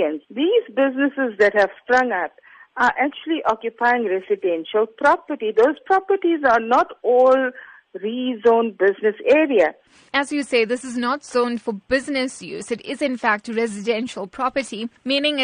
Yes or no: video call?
no